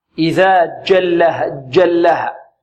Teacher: ويحذر الطالب من أن ينطق الجيم من طرف اللسان، إذا جلها، جلها، تصير فيها رائحة الدال